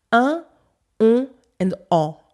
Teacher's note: With my Parisian accent, I only make three nasal sounds un, on, and en. And so, even for me, the difference between un and un is non existent when I speak.